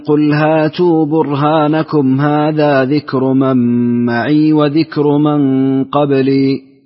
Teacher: قصرت المنفصل لقالون، أسكنت ميم الجمع